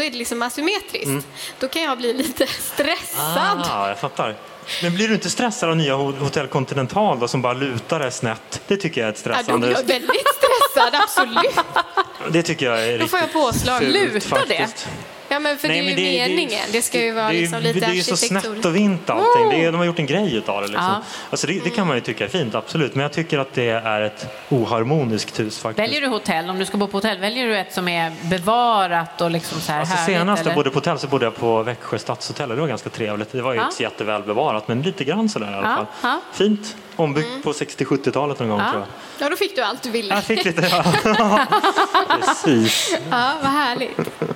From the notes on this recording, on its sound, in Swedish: Vi livepoddar från Bo&Byggmässan! Livepoddar vi för första gången i våra liv! Inför publik!